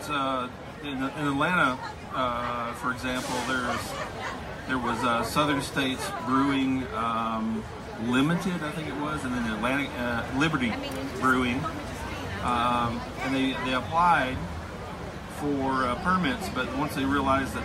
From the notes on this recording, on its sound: Sit down with us at the 2018 Roswell Beer Festival.